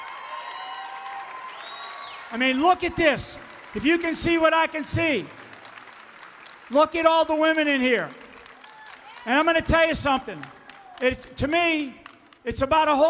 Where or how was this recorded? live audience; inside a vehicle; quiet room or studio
live audience